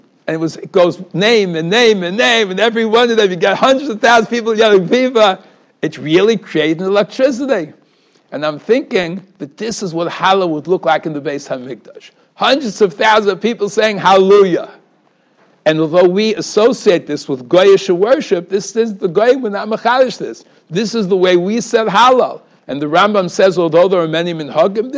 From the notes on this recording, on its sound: Shiur recorded in Yeshivas Ohr Reuven, Monsey, NY.